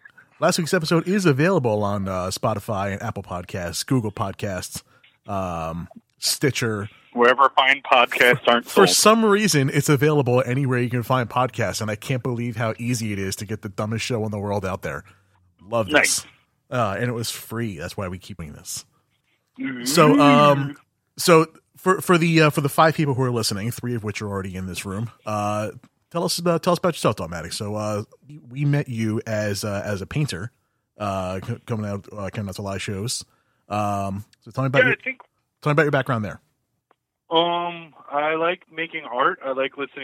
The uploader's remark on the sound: on the phone